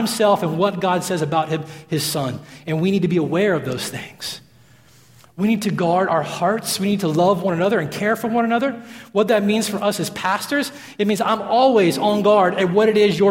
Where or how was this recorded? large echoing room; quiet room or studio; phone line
large echoing room